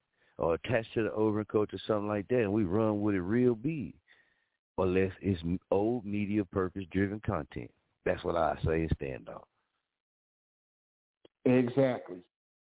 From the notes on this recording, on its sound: with us on the phone lines